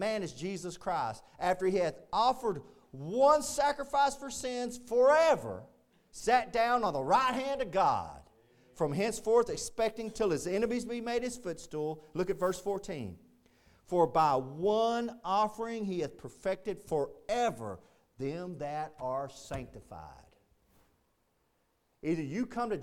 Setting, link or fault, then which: setting, large echoing room